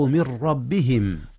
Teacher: ولكنه إدغام بغير غنة، لأن الراء حينما تلتقي مع النون تدغم فيه ويدغم فيها إدغاما بغير غنة